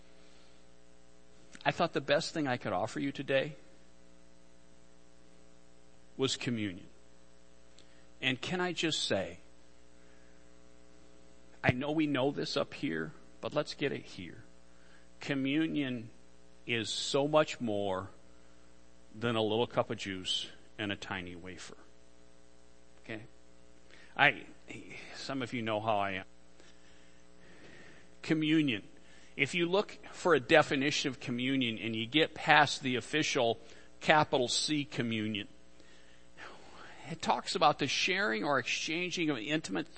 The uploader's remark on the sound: Worship Service - Audio